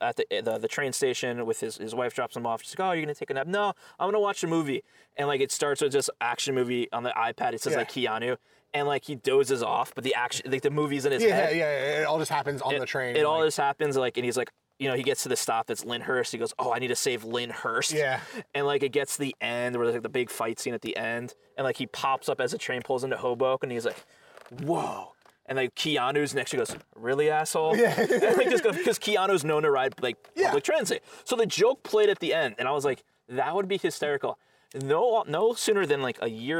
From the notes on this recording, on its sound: Record outside. It was such a gorgeous night that the two kept on talking in the great outdoors about life and everything.